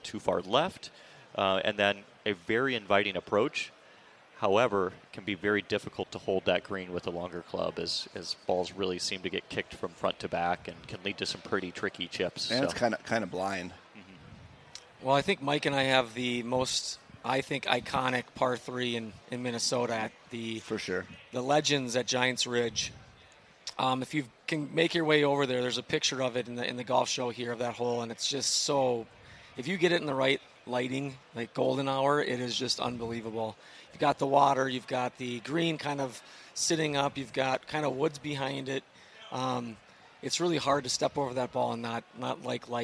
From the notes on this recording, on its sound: At the Minnesota Golf Show, we were joined on stage